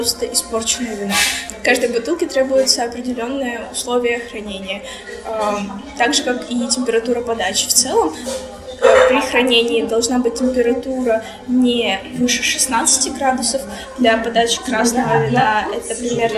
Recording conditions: poor sound quality